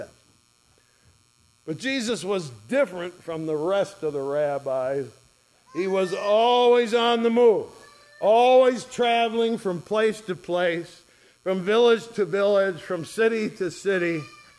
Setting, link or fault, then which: setting, large echoing room